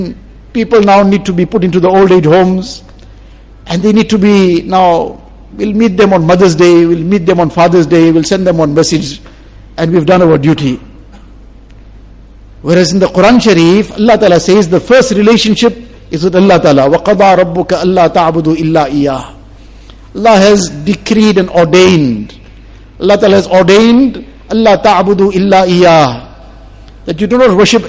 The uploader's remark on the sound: Jumua lecture